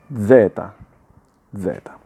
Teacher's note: Nella Z sonora la lingua tocca i denti superiori e tocca anche il palato superiore che sta nella vostra bocca.